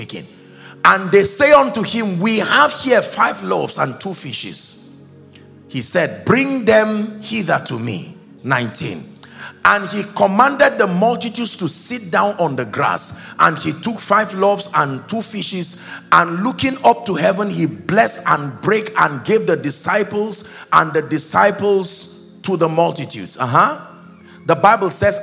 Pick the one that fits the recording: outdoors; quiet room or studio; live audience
live audience